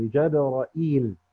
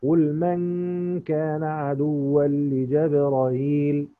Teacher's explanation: لانها همزه متوسطه متحركه قبلها متحركه، يبقى بالتسهيل وقفا